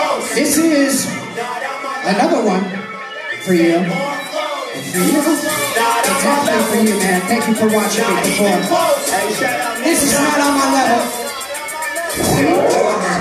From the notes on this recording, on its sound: Live At The Roxy 11/7/2020